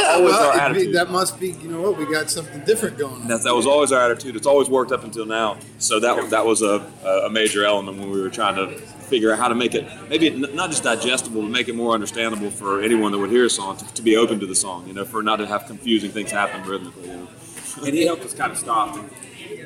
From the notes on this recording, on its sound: backstage at Firefly Music Festival